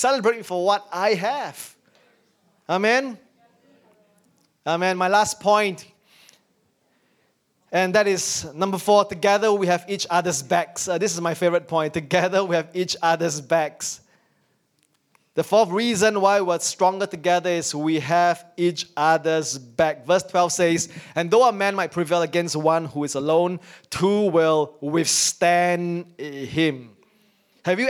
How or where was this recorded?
large echoing room